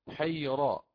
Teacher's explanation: التفخيم مقدم في الأداء، فنقرأ حيرا هكذا بتفخيمها